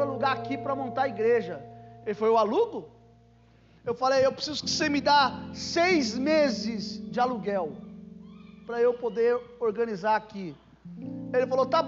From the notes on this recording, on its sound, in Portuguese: Culto gravado em 09/12 durante a celebração do culto da campanha 12 dias para 12 meses.